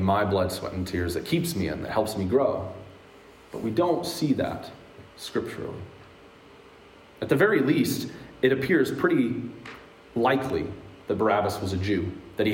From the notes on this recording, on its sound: Today's word of encouragement comes from a sermon I preached at Hope Evangelical Free Church on February 24th, 2022.